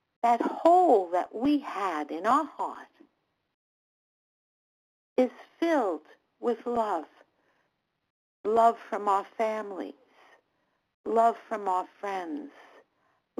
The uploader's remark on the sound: 100 Pounders Phone Meeting.